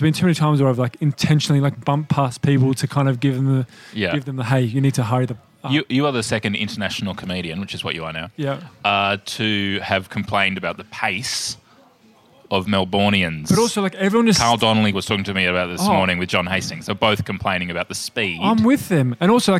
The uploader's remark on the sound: We’re taking you backstage at Comedy Republic. We're recording heaps of bite-sized episodes live in the green room with the who's who of comedy.